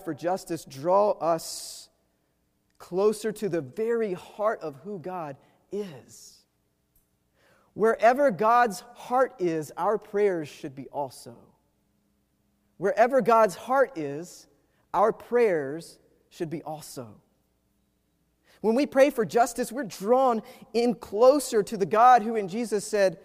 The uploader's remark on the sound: Preached at Wake Forest UMC